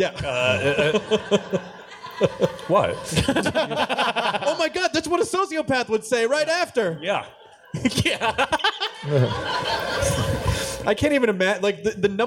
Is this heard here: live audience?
yes